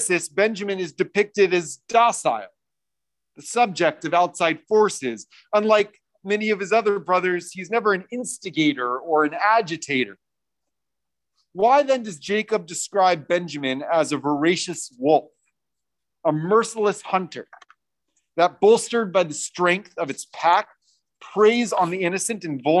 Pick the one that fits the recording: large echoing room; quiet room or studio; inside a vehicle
large echoing room